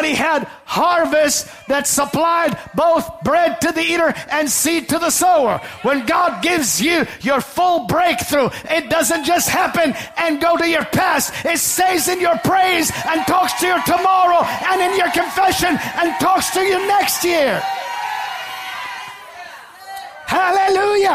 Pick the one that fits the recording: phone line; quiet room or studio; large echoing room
large echoing room